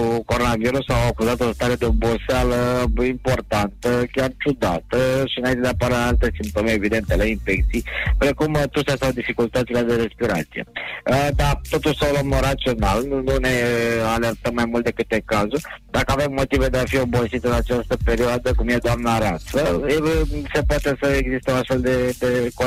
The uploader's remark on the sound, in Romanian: live prin telefon